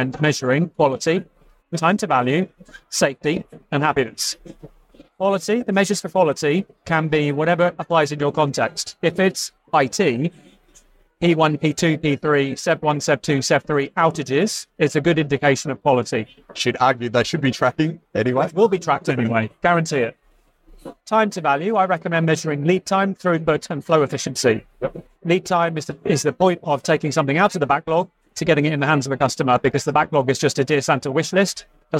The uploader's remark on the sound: Recorded live at the Agile Australia Conference.